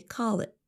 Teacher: we don't really pronounce the letter T at the end of the phrase. Instead of saying call it, we say call it with a held T.